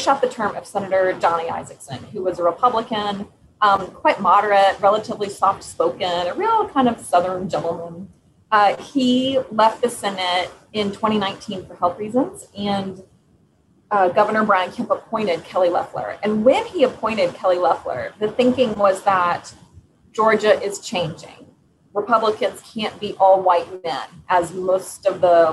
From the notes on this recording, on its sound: Apologies for the audio issues in this episode.